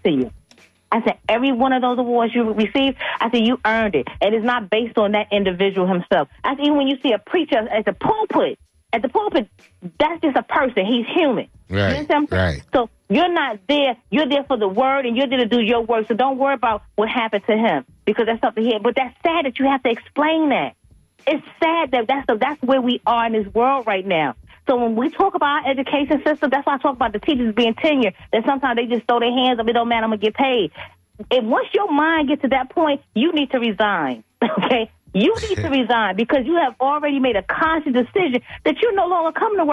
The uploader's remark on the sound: unique magazine format call-in show